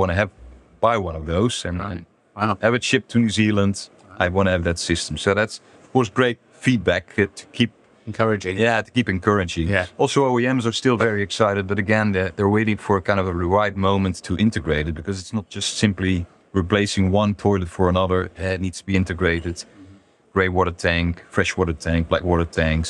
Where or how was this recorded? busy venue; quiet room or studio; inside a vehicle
busy venue